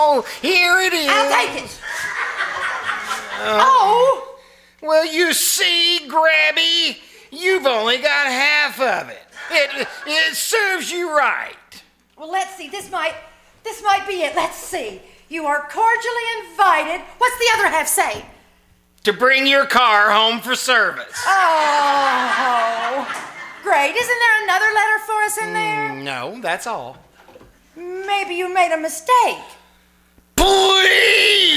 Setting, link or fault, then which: setting, live audience